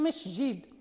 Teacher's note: إذا سكنت السين وكان بجانبها جيم فيمكن أن يدخلها صوت الشين، مثلا مسجد، إذا لم نحرص على النطق بها نقول مسجد